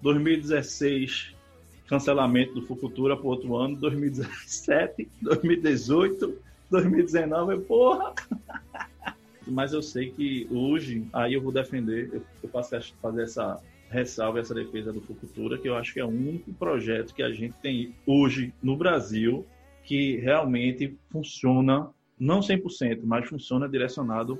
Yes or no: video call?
yes